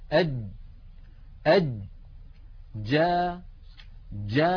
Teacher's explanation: نبدأ بحرف الجيم. الجيم أيضا يخرج كما قلنا من وسط اللسان مع ما يحاذيه من منطقة الحنك الأعلى، ولكن بالتصاق تام محكم يمنع الصوت من الجريان · هكذا الجيم العربية الفصيحة: جا لما نقول جا يكون المخرج مقفولا تماما ثم ينفتح